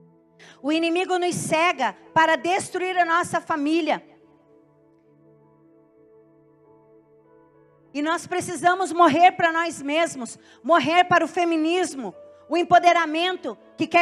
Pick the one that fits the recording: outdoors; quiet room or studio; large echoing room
large echoing room